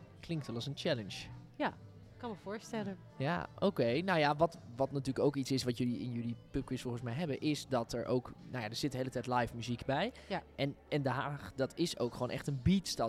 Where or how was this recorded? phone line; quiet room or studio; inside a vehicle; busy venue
busy venue